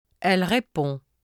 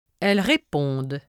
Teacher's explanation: This is most often a D. Thus, the difference between the singular il, elle form and the plural il, elle form is clear not from the pronoun, but rather from the final sound of the verb